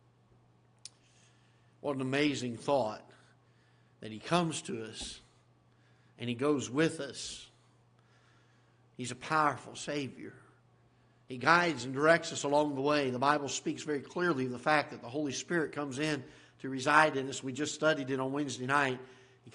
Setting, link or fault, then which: setting, large echoing room